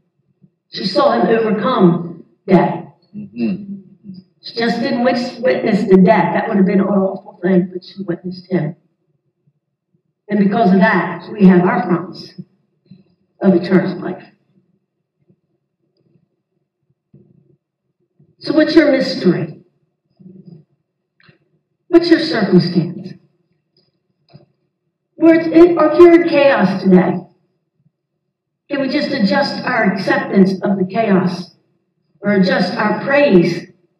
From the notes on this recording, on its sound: This audio is incomplete, and does not have good sound quality, due to a power outage at The Barn during the Sunday service.